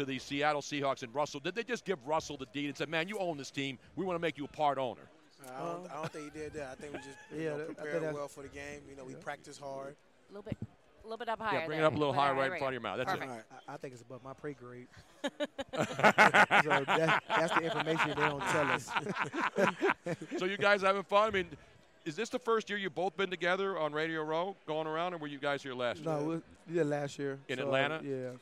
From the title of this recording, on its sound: LIVE from #SBLIV Radio Row!